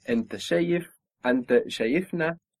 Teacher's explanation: we're adding on the syllable and the accent moves one down